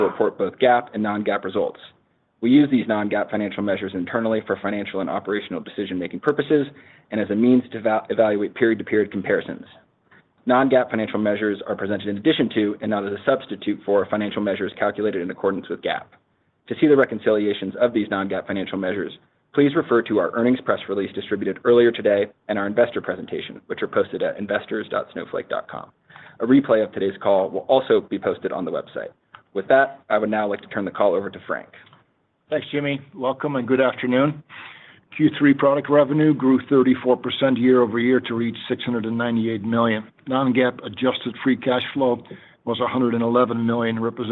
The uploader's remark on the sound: Q3 FY24 Snowflake Earnings Conference Call